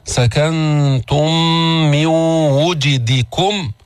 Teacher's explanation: قبلها أتينا بإدغام المتماثلين الشفوي، سكنتم من ميم وميم أدغمتا فصارت ميما واحدة مشددة